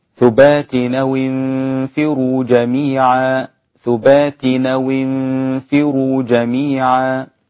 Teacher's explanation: نقل ورش الهمزة أو حركة الهمزة إلى الساكن قبلها